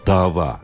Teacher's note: iki A sesi de uzun okunuyor